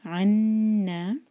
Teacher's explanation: وکفر عنا، عین ہے یہ، اس کو حلق سے نکالیں گے. عنا، نون پر شدہ تو نون پر غنہ کریں گے، ہولڈ کریں گے آواز کو نون کی اور پھر دو حرکہ کھینچیں گے، مد تبعی ہے.